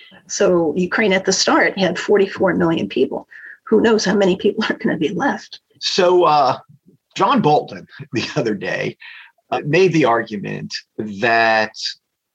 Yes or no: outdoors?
no